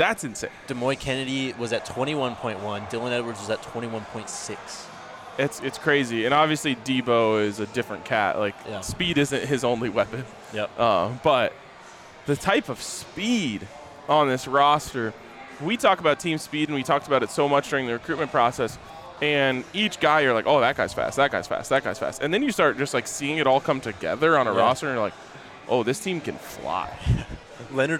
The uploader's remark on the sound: Live from Circa Resort and Casino in Las Vegas.